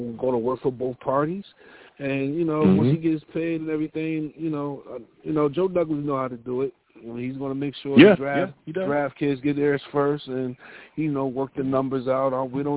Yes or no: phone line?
yes